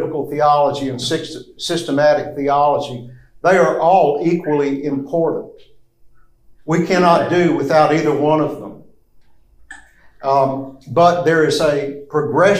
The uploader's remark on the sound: This lecture comes from the classroom of CBTS.